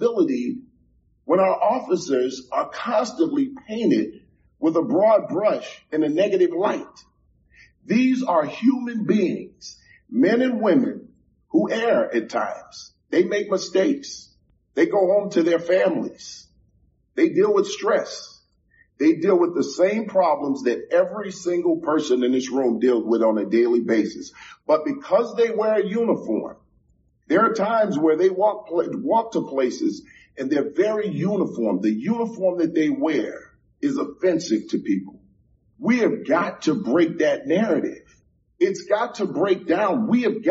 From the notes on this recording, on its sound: audio from a public meeting of the Chicago Police Board on Feb 22 2024